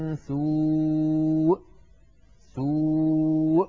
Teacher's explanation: هل لاحظتم كيف عندما أردت أن أنطق الهمزة ضغطت قليلا؟ · Term: النبر